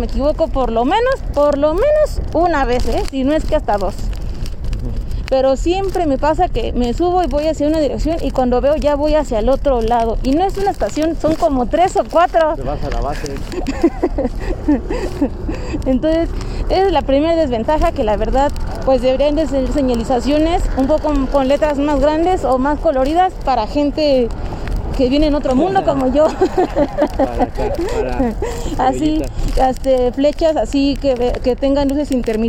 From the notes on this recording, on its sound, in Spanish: Disculpen por el ruido pero íbamos en el criollito móvil y apenas y podíamos mantener el equilibrio